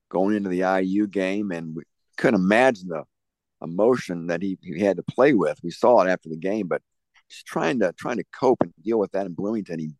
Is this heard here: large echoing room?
no